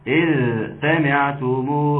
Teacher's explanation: بطول زمن الذال لأن الذال فيها رخاوة